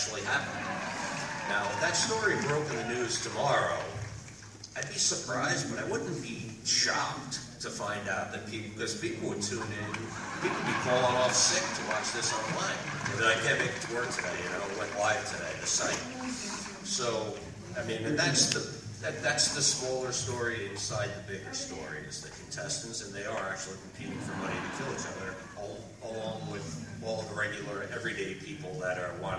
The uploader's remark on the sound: It's the American Gothic Press Podcast, live from our WonderCon 2016 panel at the Los Angeles Convention Center! Apologies for the audio quality.